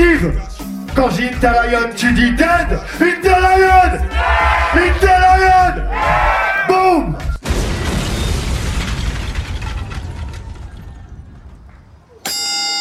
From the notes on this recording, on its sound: Tours City Soundclash #2. (With crowd vibes). You were perfect and we can definitly says that TOURS CITY have the best soundclash crowd in France !! High quality settings, from the venue to the sound system !!!